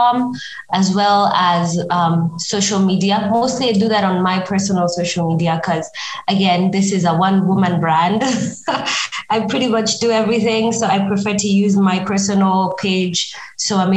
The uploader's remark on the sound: Despite the minor and technical issues we experienced during the call - apologies for any odd sounds you hear!